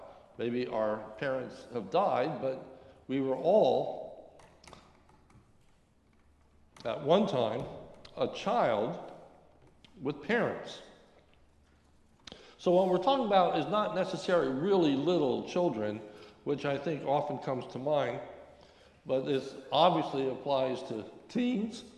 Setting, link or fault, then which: setting, large echoing room